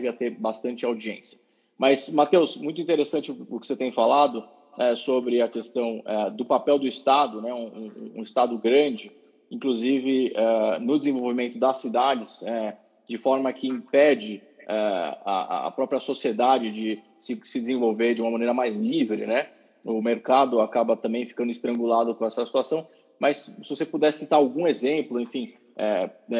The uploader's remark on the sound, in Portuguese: Live no Instagram